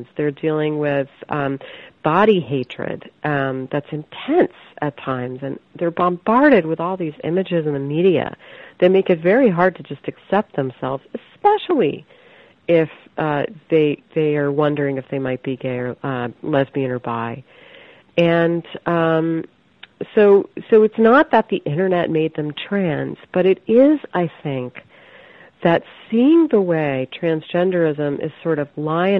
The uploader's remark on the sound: I spoke with her over the phone from her home in Philadelphia.